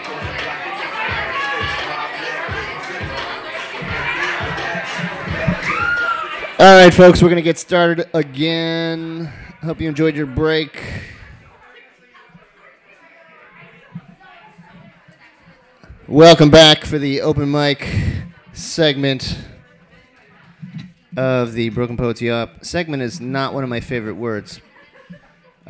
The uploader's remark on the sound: Brooklyn Poets Yawp open mic